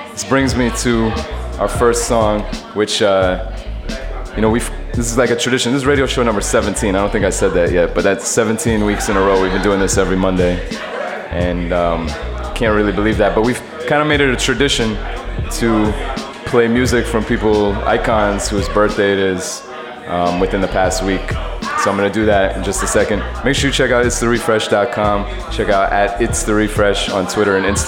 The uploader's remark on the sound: broadcast live on June 29, 2015 from the storefront of Meridian 23 music bar